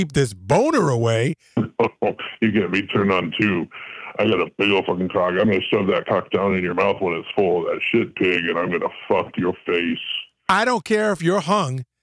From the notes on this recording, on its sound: Phony Phone Call